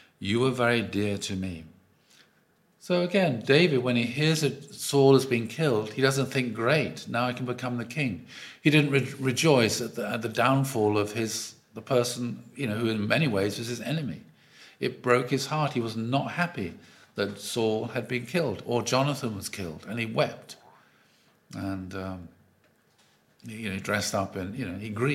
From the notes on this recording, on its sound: Audio from a sermon in Hatch End